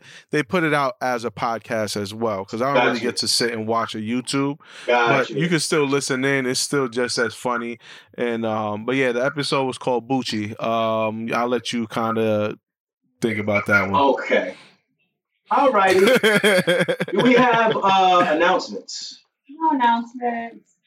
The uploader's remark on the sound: Sorry in advance for this week’s audio.